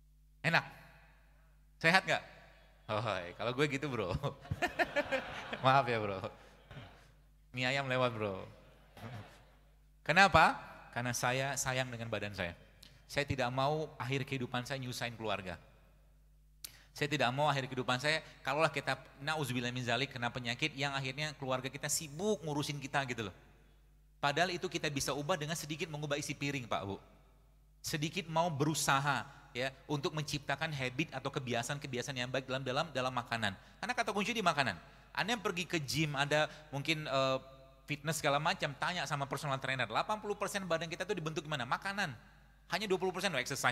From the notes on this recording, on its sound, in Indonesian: Sebuah rekaman kajian di masjid Daaruttauhid Bandung